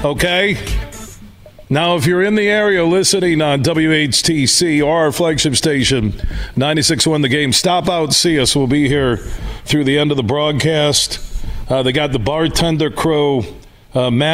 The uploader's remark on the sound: we're broadcasting live from the Coppercraft Distillery in Holland